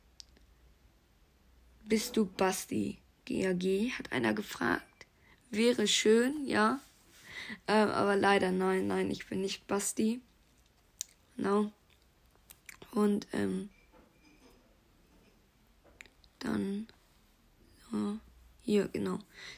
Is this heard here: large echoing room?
no